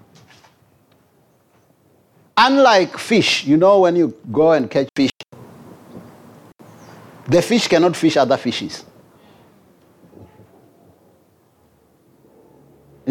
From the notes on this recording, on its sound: preached at Jesus the Saviour Church, 185 Bobs Way, Eersterivier, Cape Town